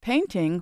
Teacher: The word painting, for instance, has two syllables. The stress is on the first syllable. · Term: word stress